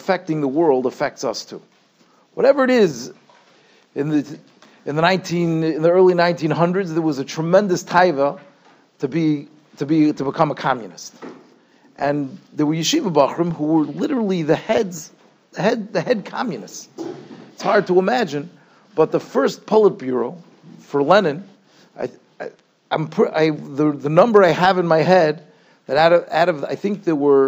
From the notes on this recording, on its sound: Shiur recorded in Yeshivas Ohr Reuven, Monsey, NY.